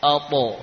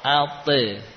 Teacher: karena huruf ta dan qaf ini punya sifat isti'la, maka suara e-nya beda sedikit, ya, yakni agak tebal · Shown in: first take · ya. Contohnya huruf ta, ato, ya, bukan ate, namun yakni suaranya terangkat, ato.